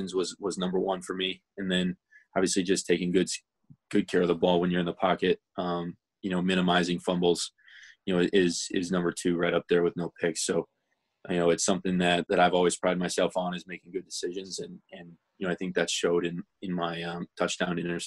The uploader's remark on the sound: Vikings Round 7 Conference Calls. Listen in as the Vikings seventh round draft class addressed the media on Saturday.